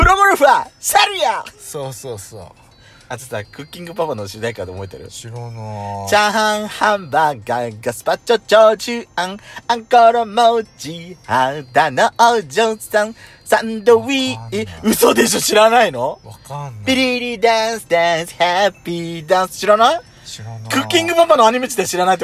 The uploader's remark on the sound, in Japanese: パーキング収録。